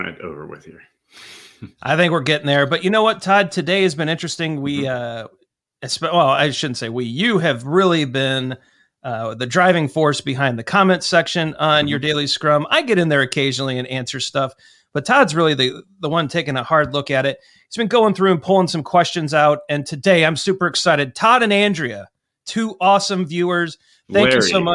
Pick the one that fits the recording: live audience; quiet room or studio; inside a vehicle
quiet room or studio